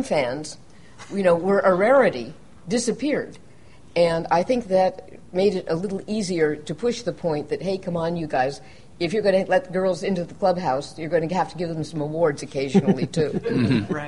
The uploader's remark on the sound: This episode was recorded live on 6 November 2015 in from an enthusiastic audience. One of the highlights of the 2015 World Fantasy Convention in November.